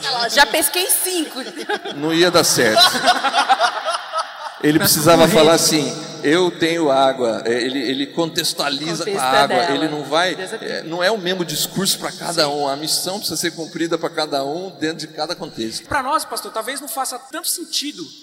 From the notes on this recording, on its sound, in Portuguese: Nosso primeiro cast gravado ao vivo na Convenção Nacional do Jovem Promessista.